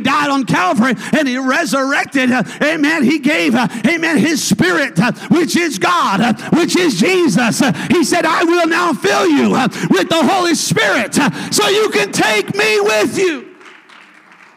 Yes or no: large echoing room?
yes